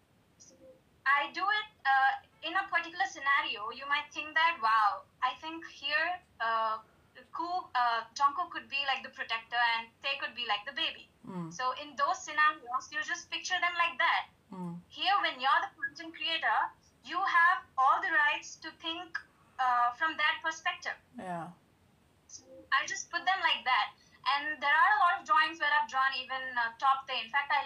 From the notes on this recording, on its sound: there was a few technical issues and I've tried to enhance the background recording as best I could